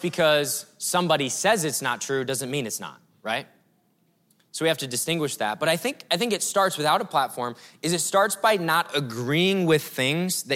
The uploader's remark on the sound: breakout session a few months ago at River Valley Conference 2023